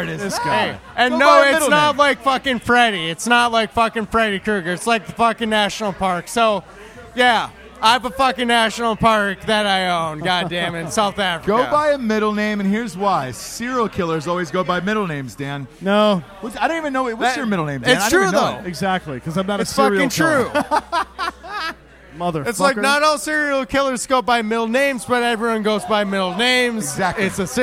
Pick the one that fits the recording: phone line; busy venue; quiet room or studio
busy venue